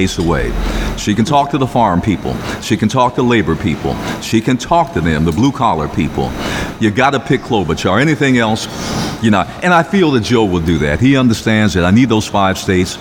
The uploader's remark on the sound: Live from the Dunbar Hotel